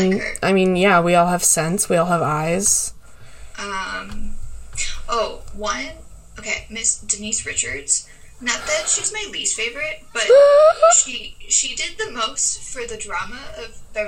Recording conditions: poor sound quality